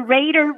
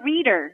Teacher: The first syllable of the first word has a long A sound, and you change that to a long E to phonetically get the second word.